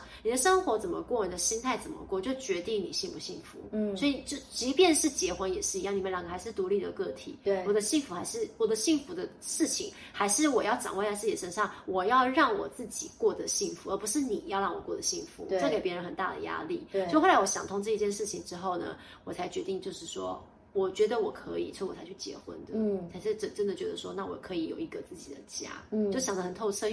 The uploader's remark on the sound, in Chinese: 本集不是在錄音室錄製，有點空間感